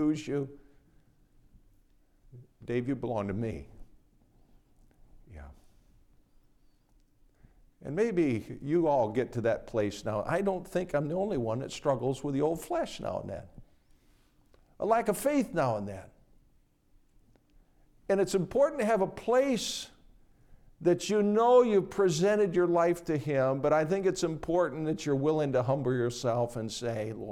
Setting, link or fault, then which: setting, large echoing room